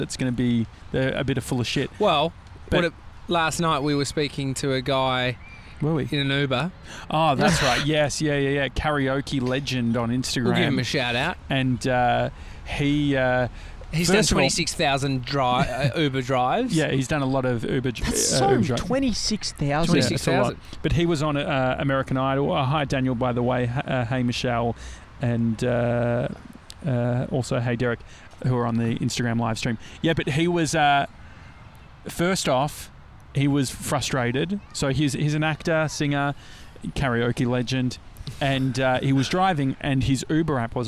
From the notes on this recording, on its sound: We’re live from Laguna beach!